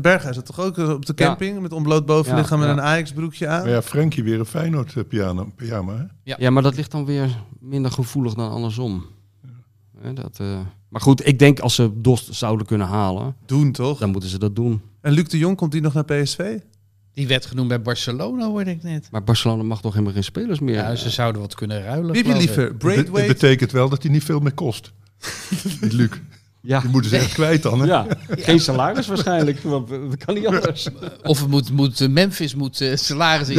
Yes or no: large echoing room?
no